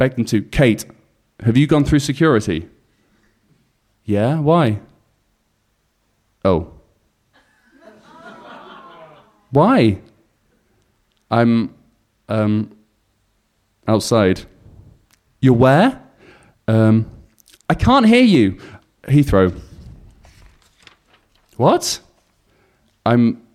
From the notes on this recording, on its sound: For the next 6 weeks we will be sharing tragedies we collected at the live show that took place on January 18th at the Hackney Attic.